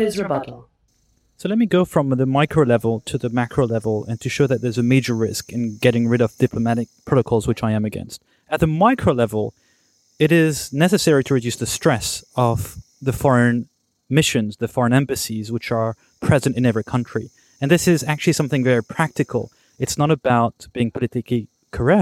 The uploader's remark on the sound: I am indeed in Thailand and I’m actually recording outside in an alleyway between two rows of bungalows, getting bitten by mosquitos.